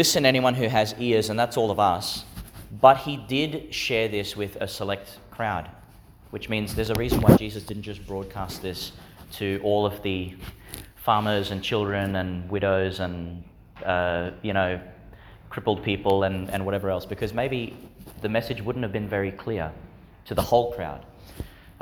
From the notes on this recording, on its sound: Homily for the Sixteenth Sunday in Ordinary Time, delivered in St Agnes Church, Agnes Waters, Qld.